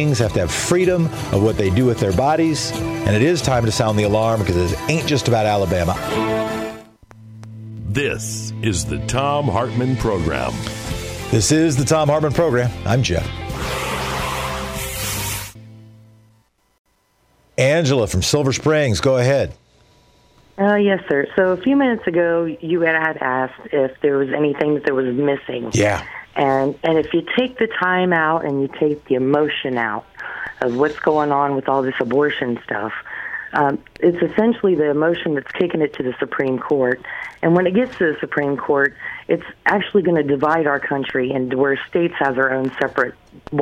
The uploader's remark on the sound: Women call in from across the nation, and men too.